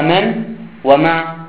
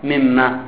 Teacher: مما أصلها من وما، ثم أدغمت النون في الميم فصارت مما · Shown in: second take